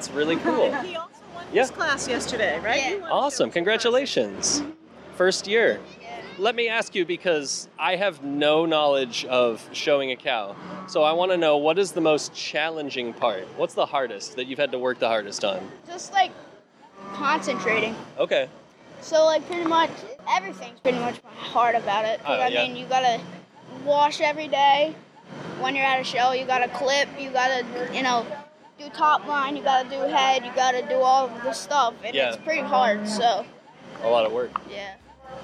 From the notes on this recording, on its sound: In this outtake from our episode recorded at the Washington County Fair.